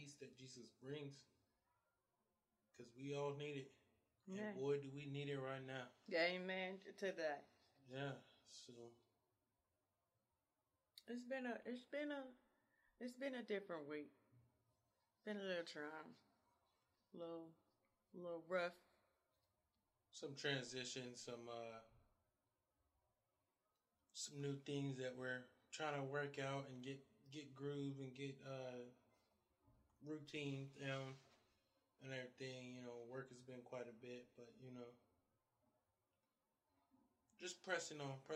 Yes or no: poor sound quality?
yes